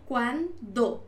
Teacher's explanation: Entonces la U se une a la A